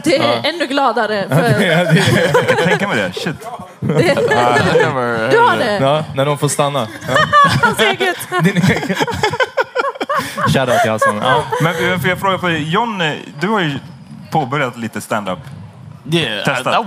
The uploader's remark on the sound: LIVE! The Power Meeting Podcast levererar live igen! Tack till Kulturhuset.